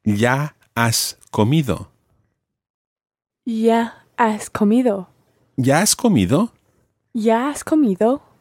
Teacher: So the ya and the has are running together.